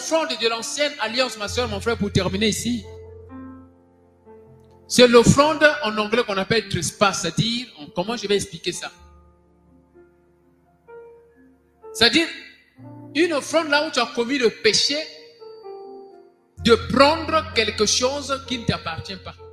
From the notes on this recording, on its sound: SUNDAY LIVE SERVICE